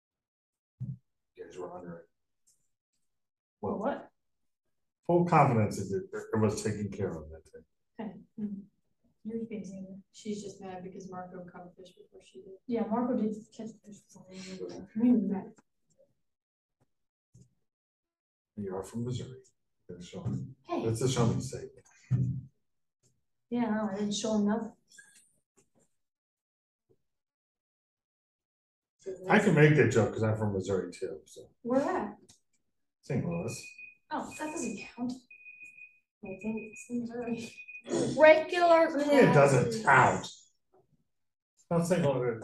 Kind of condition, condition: fault, poor sound quality